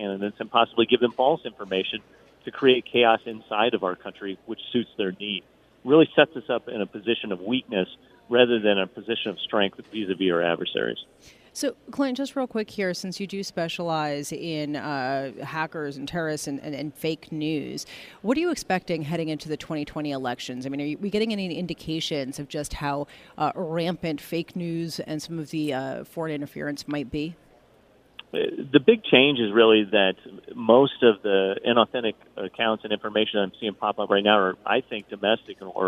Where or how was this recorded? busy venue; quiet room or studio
busy venue